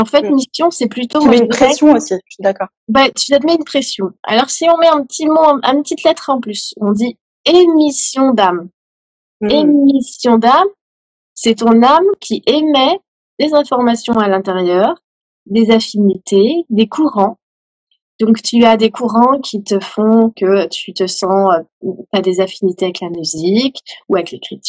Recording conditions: video call